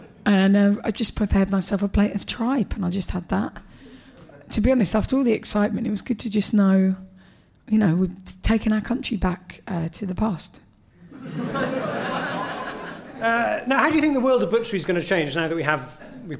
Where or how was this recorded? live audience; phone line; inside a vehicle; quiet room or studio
live audience